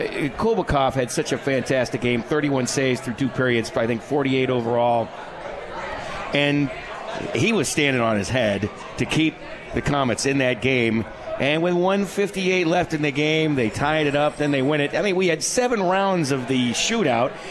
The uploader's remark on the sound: live from The 72 Tavern